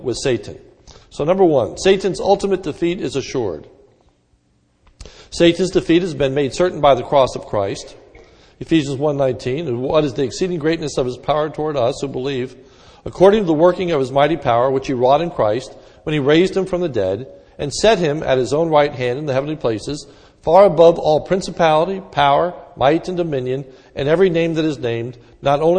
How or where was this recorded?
large echoing room